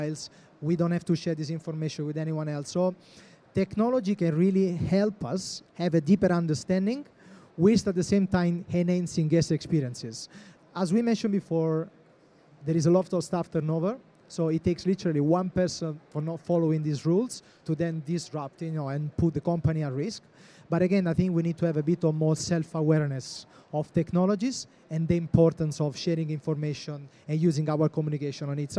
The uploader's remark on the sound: We thought it would be great to conduct 2 live podcast recordings on the subject of how today’s trends impact the industry of tomorrow. Questions from the audience.